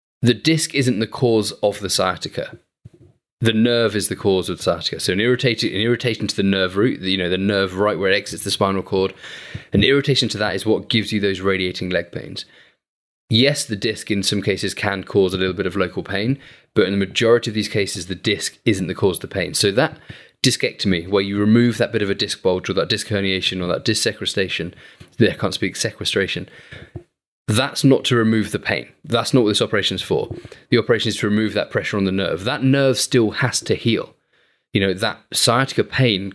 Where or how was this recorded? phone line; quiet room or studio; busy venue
quiet room or studio